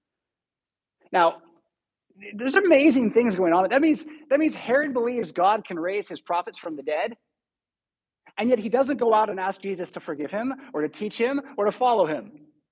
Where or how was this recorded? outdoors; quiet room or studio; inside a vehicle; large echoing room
large echoing room